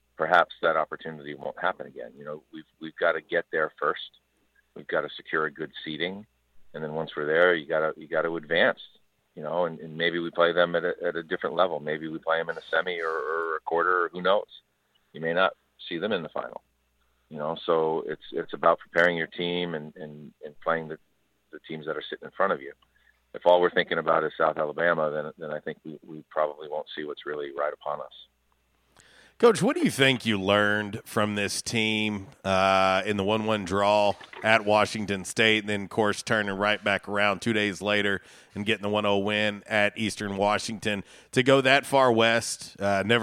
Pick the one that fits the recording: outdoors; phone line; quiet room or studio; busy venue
phone line